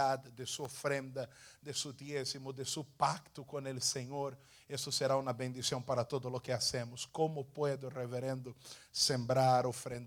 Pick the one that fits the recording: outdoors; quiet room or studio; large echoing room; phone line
large echoing room